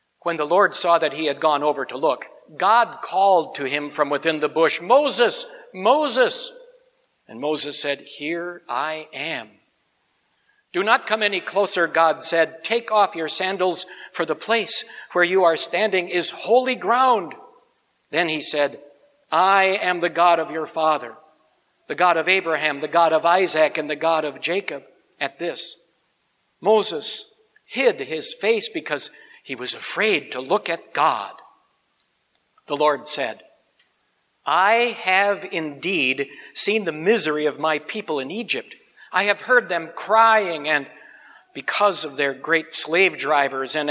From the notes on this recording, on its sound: Sermon on Exodus 3:1-15 preached at Grace Ev. Lutheran Church.